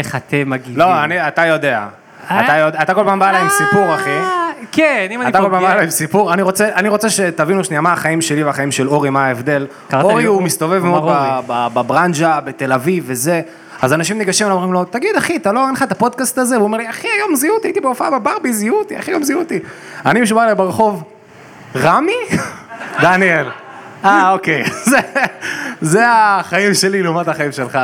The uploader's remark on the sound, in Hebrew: פודקאסט לייב!